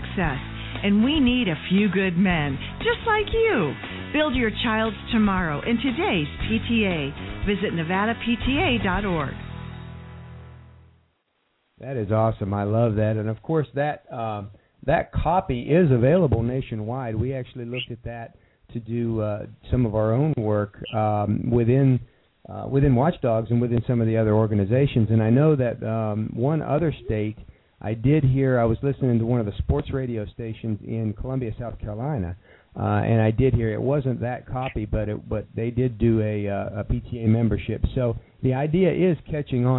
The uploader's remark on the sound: We even got a surprise call-in